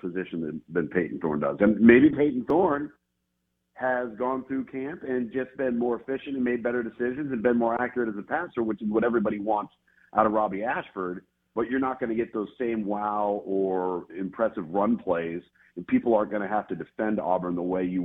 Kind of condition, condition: link, phone line